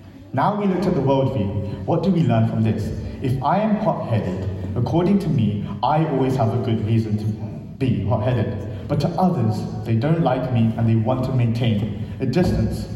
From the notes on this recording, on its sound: This sermon was recorded on Sunday 3rd September 2023 at our Great Denham venue.